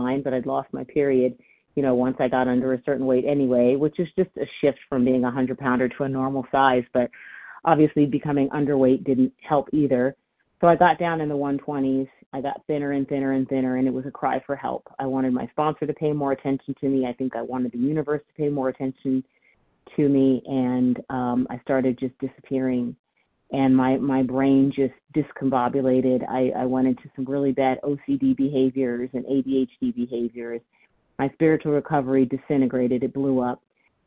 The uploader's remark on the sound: from the 100 Pounders Phone Meeting, 6/21/23